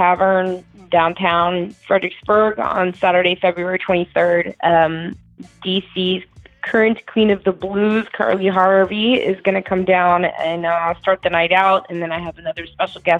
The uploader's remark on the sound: on the phone